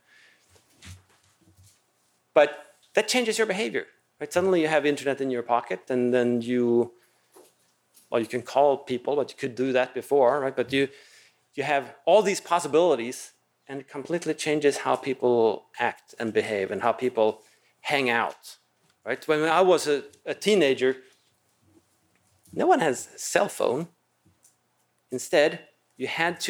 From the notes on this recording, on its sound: Recorded at the Mises Institute in Auburn, Alabama.